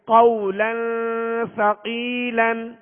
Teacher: قولا یہاں لام کے اوپر دو زبر کی تنوین ہے، آگے سا حروف اخفا میں سے، لہذا یہاں پر غنہ کریں گے